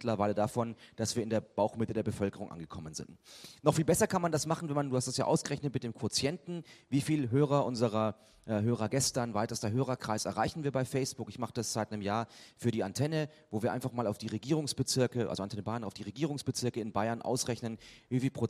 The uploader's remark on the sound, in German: mit einem Gastvortrag auf den Lokalrundfunktagen in Nürnberg 2011